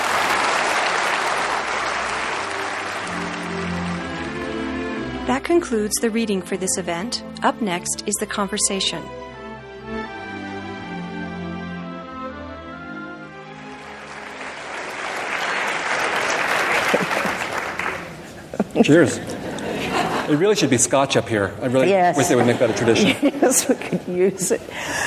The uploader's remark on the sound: Recorded at the Lensic Theater in Santa Fe, New Mexico on March 29, 2017.